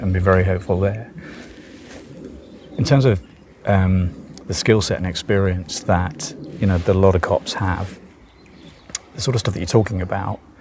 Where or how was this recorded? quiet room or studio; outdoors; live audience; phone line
outdoors